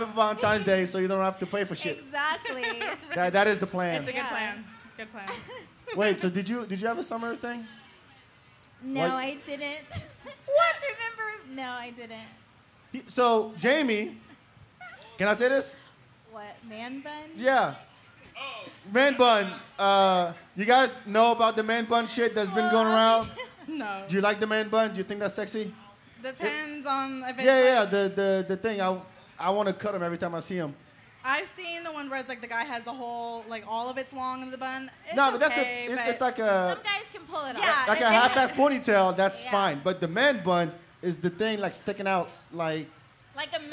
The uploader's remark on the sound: We recorded this show live at the Bak 2 Bak Podcast & Party at Empire Control Room. We recorded this show live at the Bak 2 Bak Podcast & Party at Empire Control Room.